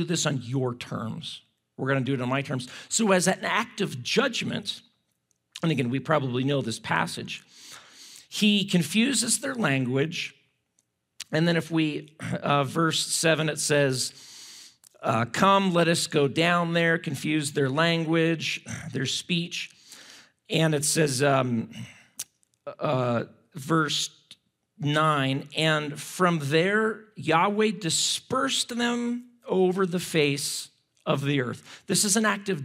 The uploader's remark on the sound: at Timberline Church - Audio